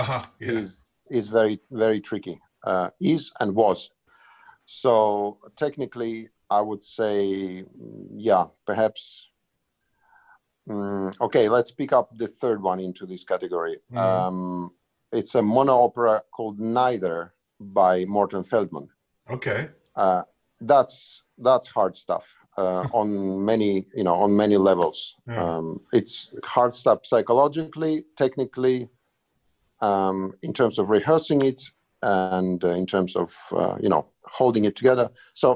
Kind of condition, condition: link, video call